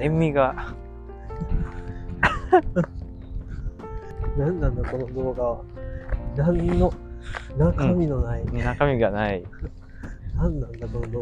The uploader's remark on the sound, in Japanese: 松原を散歩しながら、ピンマイクの性能をチェック。今日は新しい買ったピンマイクの性能チェックのため、iPhoneを持って散歩へ！松原と綺麗な海と砂浜を眺めながら歩きました。ピンマイク ワイヤレスiPhone/iPad用ピンマイク【２人同時使用可能】 瞬時接続 360°集音 ノイズ軽減。